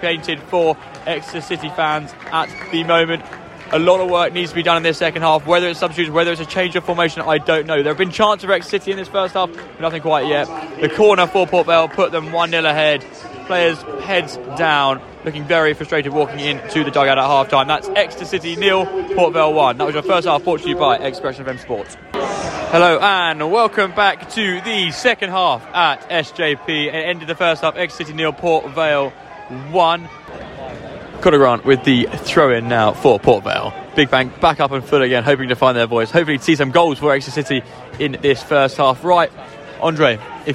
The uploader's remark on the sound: Live commentary from a tense …